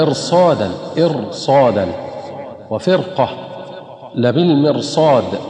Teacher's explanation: فالراء هنا تفخم وإن كانت ساكنة بعد كسر لأنه أتى بعدها حرف استعلاء في كلمتها